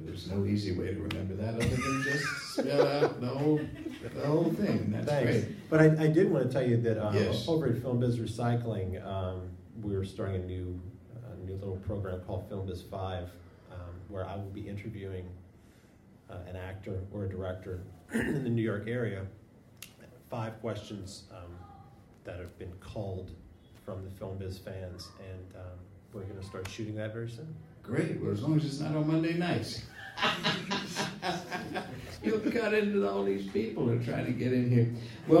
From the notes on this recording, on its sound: Taped live at the Brooklyn Lyceum